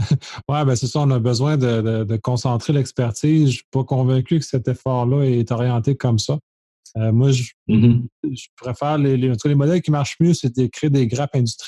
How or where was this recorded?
video call